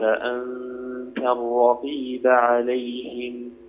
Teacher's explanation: رقق التاء في أنت الرقيب